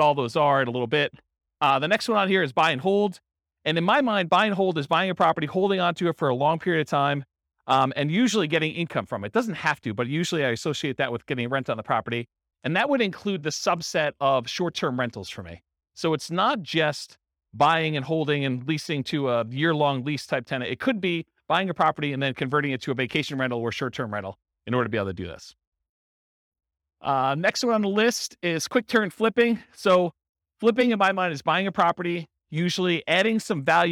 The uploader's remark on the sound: This was a live class recorded